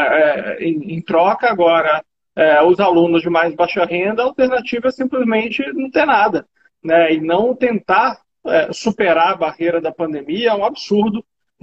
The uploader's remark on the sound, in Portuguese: Live feita no Instagram